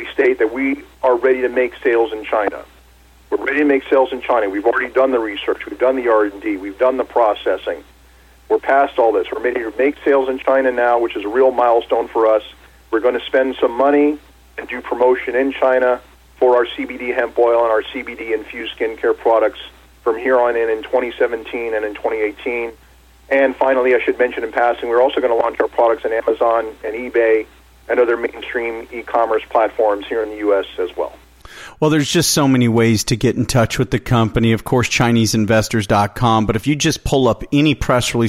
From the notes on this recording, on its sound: called in to SmallCapVoice